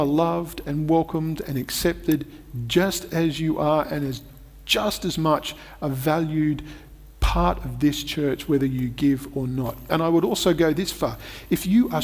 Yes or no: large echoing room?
yes